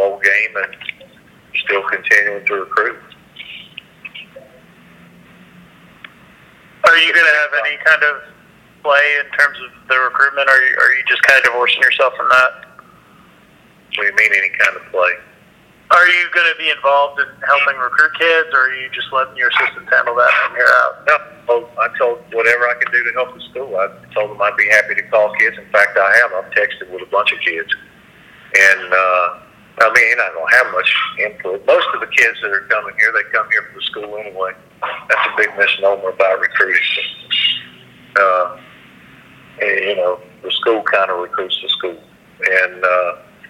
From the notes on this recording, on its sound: Bowl Teleconference.